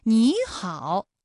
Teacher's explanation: 也就是214加214直接演变成了35加214